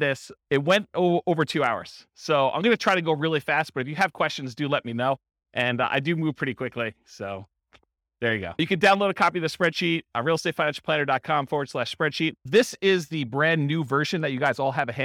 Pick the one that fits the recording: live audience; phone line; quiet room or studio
live audience